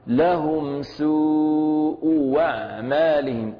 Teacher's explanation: رحمه الله أبدلها واوا خالصة، الهمزة الثانية أبدلها واوا · Term: واو خالصة